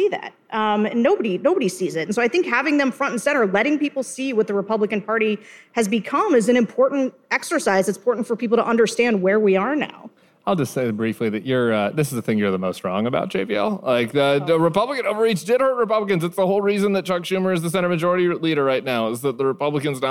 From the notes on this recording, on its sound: Live From LA. A live show from the Avalon Hollywood.